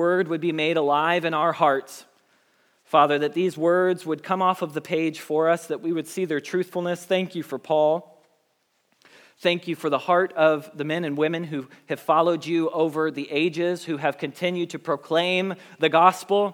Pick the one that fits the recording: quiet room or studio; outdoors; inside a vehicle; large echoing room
large echoing room